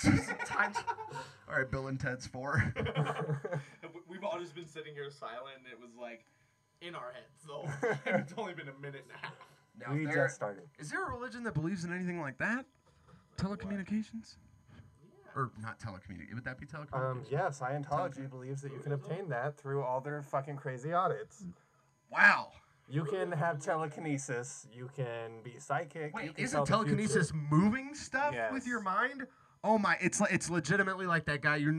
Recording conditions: hum or buzz